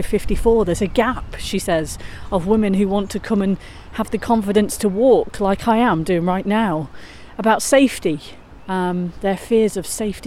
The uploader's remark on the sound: Today’s Sunday soundscape is recorded walking along Crowden weir. Enjoy listening to the sound of the gushing fast flowing stream.